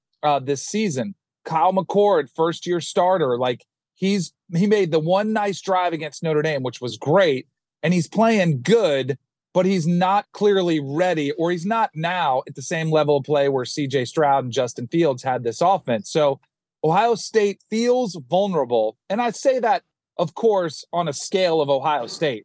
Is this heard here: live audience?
no